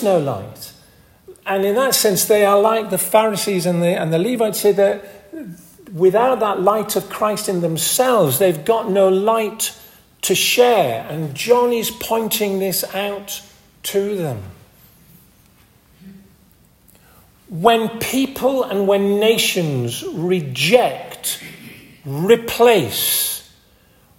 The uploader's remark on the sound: This audio recording was taken at the 10:30 Communion service at Hardraw Church, , North Yorkshire.